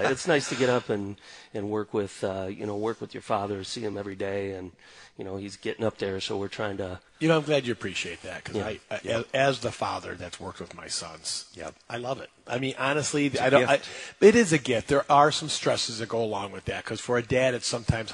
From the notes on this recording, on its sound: Live from Taylor Doors in Sterling Heights